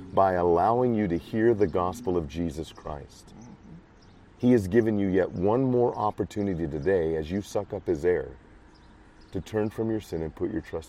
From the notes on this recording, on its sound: Was setting up for an afternoon of crosswalking on the corner of Pine and 53rd in Davenport.